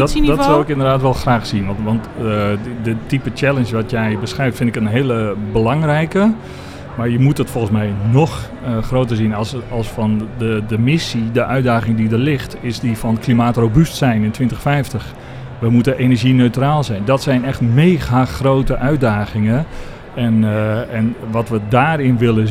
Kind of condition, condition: setting, busy venue